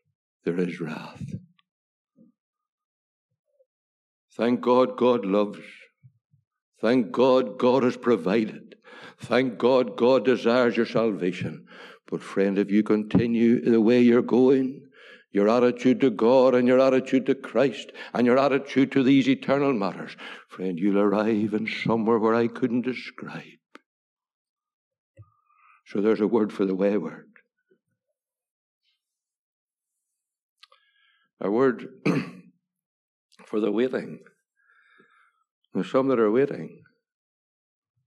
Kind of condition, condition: setting, large echoing room